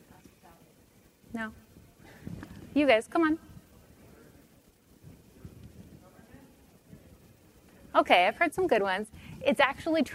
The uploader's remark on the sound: The best of live interviews from GreenBiz events.